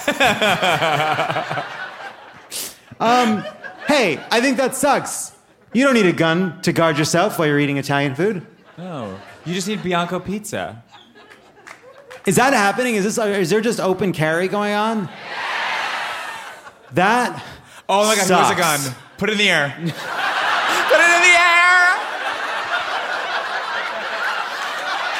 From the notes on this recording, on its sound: Dry Heat and Open Carry (Live from Phoenix!).